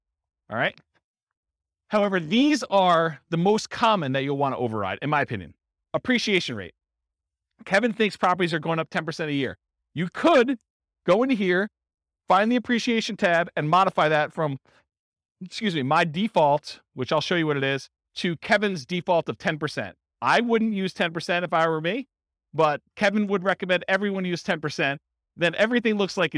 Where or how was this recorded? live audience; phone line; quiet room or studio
live audience